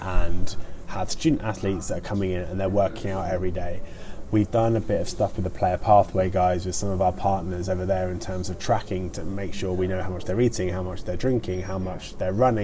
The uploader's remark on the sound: at the SportsPro Media Fan conference at the new Tottenham Hotspur stadium on London in September 2019